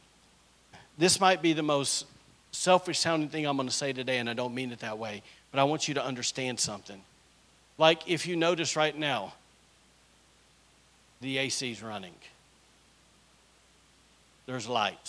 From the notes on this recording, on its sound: was recorded on Sunday, January 21st, 2024, during service at The Anchor Church in Rockport, Maine.